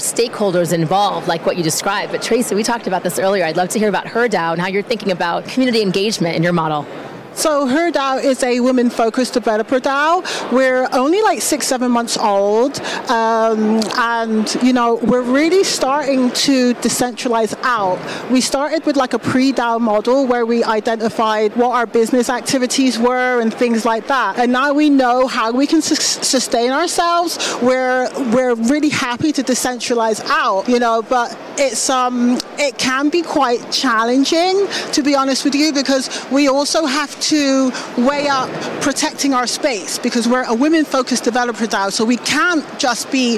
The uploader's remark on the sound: Live from Consensus in Austin, Texas